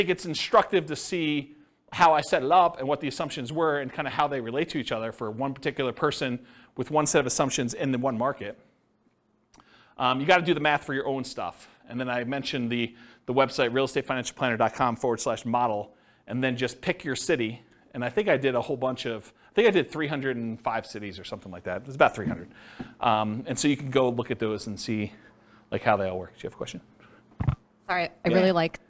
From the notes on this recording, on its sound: This was a live class recorded